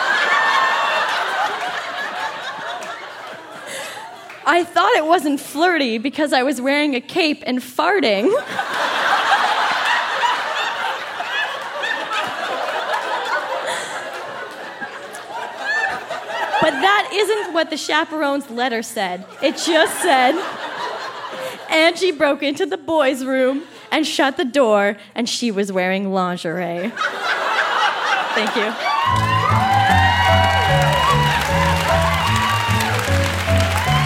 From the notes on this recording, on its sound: Recorded live at the Park Theatre in Winnipeg, MB.